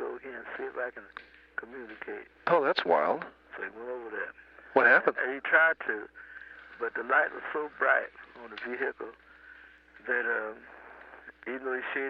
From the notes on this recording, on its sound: Phone call. The house in Philadelphia.